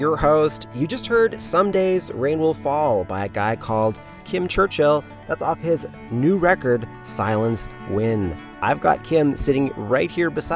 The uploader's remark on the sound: As soon as I sat down in the van. We both slurped away watching the rain outside. Was back in Canada.